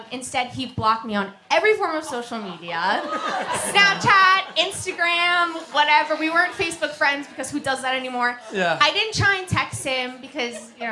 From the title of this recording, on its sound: Live At The Comedy Cellar (10 PM Show)